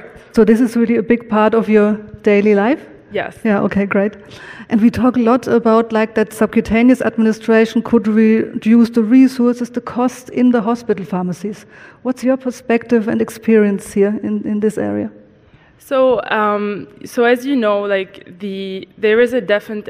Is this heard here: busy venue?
yes